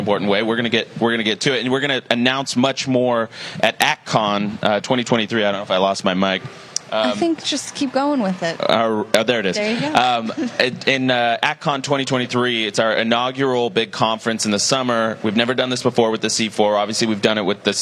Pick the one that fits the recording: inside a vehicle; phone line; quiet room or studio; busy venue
busy venue